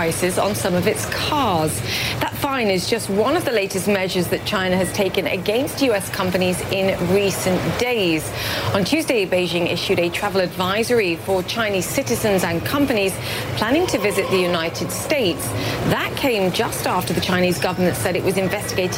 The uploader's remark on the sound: live from the New York Stock Exchange